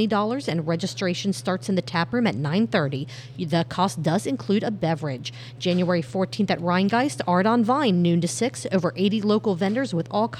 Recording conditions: busy venue